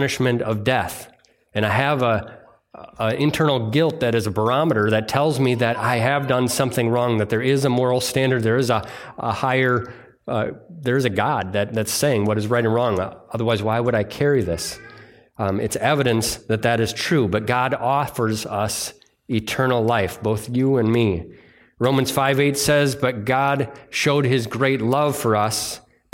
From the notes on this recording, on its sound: It was delivered on Sunday, July 16th, 2023 at Bible Center Church in Maiden Rock, Wisconsin.